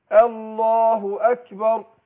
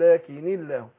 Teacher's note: همزة الوصل تثبت في أول كلام وتسقط في الدرج في وسط الكلام